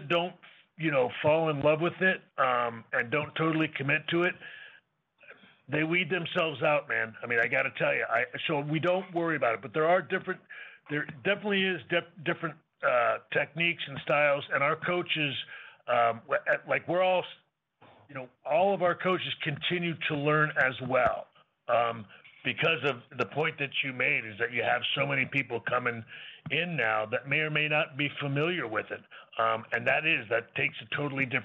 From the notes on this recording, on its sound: NXT Deadline Pre-Show Media Conference Call. Speaks to media ahead of the NXT Deadline show.